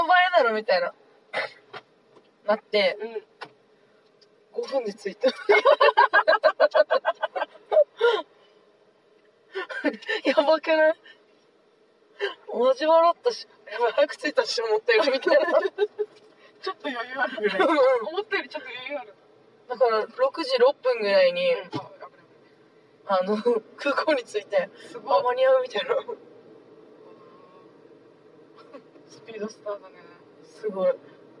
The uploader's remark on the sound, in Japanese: ドライブ恩納村編。ふらふらとたどり着いた恩納村での。ドライブ収録続きです。